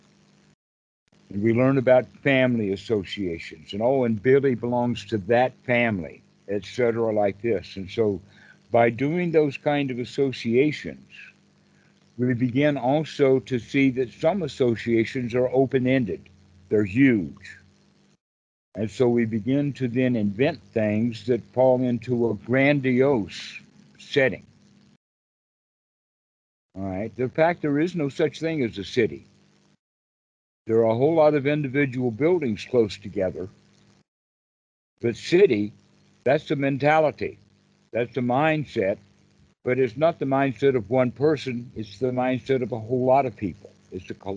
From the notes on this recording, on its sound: skype calls on this channel